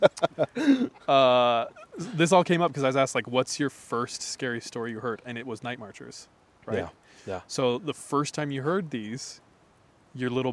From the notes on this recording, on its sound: Our First Episode at the Campfire. This time we record near the birthplace of 3AM—the woods. Apologies for the passing traffic throughout the episode.